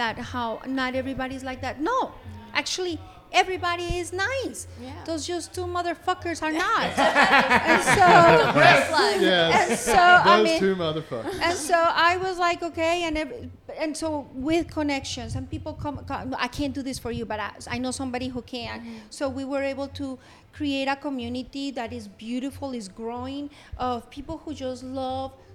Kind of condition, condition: setting, busy venue